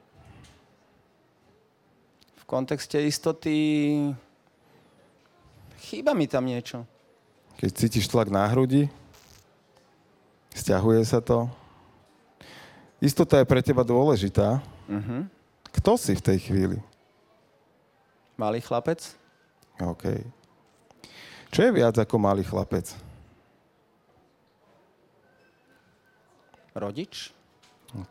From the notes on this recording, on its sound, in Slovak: podcastu Život na MAXIMUM, v ktorom sa aktívne zapojilo aj publikum